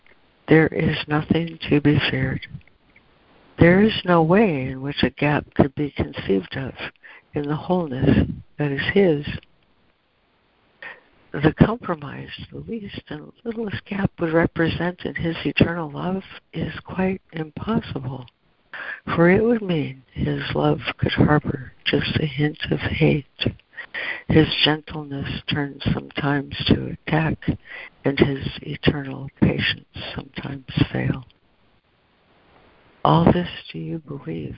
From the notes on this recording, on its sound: ACIM Daily Conference Call